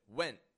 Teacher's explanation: we pronounce N short and quick. I'm not saying when, but I'm stopping the sound abruptly at the ending of it. Went. Step number three is that I'm slightly raising my tone of voice at the ending of the word.